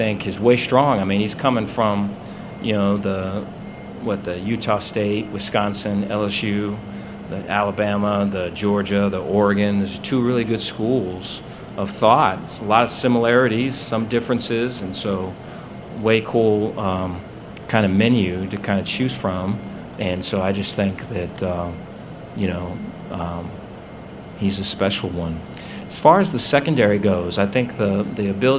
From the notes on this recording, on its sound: press conference at Big 12 Football Media Days